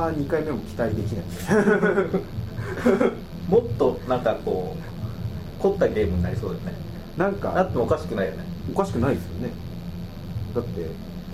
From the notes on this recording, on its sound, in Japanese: １月に録音したものです。音質が悪く聞き取りづらいかと思いますがご容赦ください。